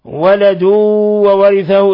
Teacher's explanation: تنوين ضم جاء بعده الواو إدغام بغنة